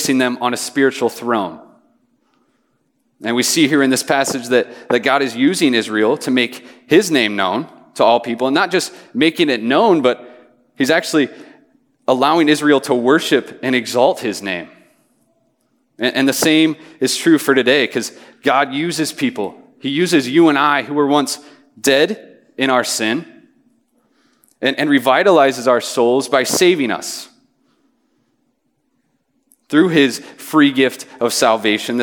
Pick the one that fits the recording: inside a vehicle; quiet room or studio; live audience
live audience